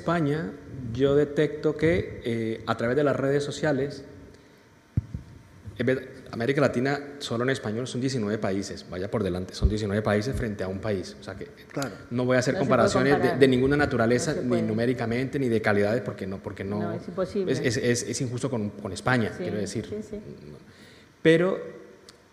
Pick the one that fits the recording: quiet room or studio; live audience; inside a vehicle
live audience